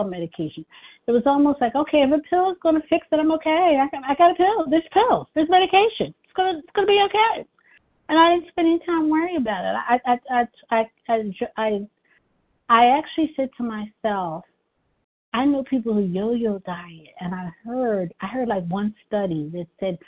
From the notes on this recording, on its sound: 100 Pounders Phone Meeting